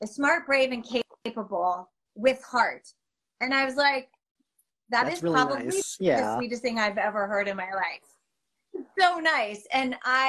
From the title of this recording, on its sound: An Instagram Live Interview